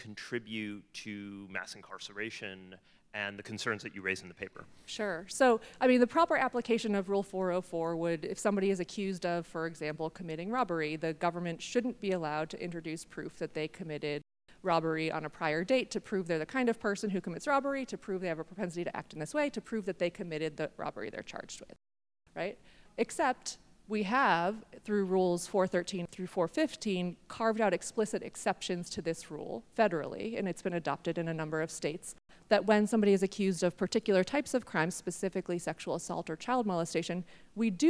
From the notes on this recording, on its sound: This episode was recorded live at a Connecticut Public Interest Law Journal symposium at UConn School of Law.